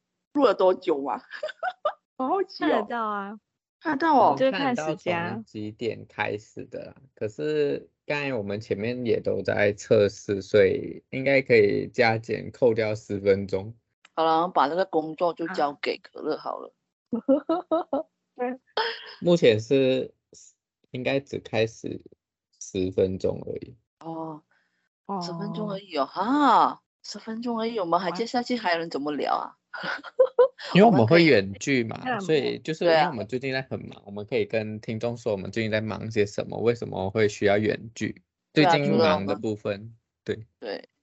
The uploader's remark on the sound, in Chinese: 挑戰遠距離錄音